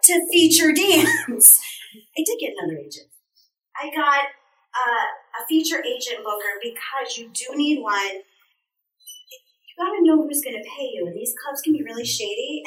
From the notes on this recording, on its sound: I gave a lecture at UNLV. There was about 50 students.